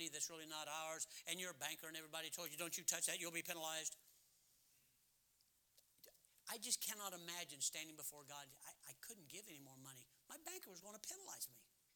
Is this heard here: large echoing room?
yes